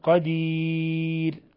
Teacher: قدير على الوقف على الراء نرققها لأنها مسبوقة بياء